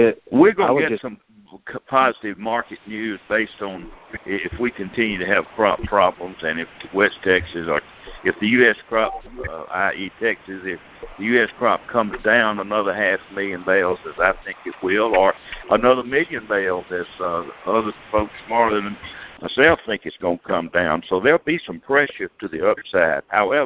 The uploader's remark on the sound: July 2020 Monthly Conference Call